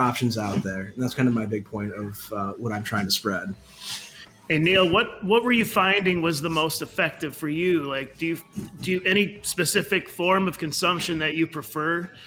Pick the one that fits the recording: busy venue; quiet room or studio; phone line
busy venue